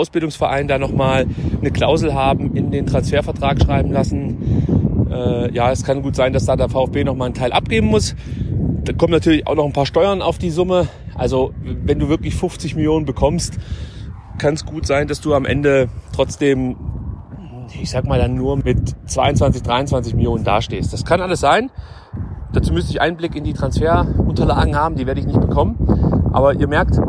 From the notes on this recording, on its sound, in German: Nutze eine Wanderpause in den Dolomiten um selbige in ein Handymikrofon zu sabbeln. Dementsprechend bitte ich Windgeräusche und Hirngespinste zu entschuldigen.